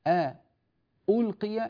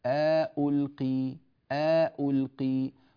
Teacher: استعد للهمزة التالية بإدخال ألف بين همزتين · Shown in: second take · Term: الإدخال